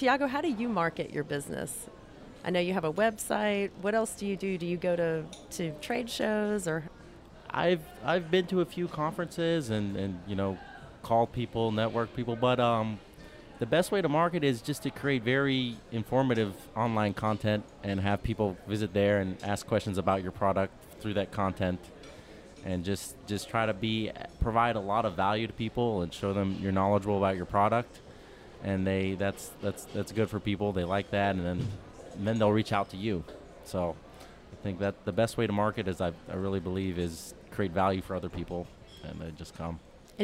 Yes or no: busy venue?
yes